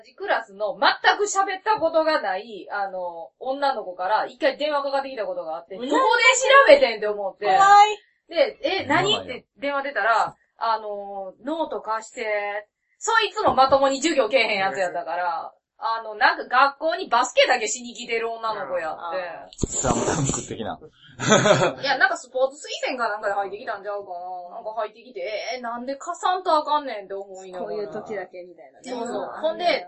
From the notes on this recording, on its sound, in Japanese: ごはんを食べながら収録してますので、もぐもぐ音が多量に発生しておりますので。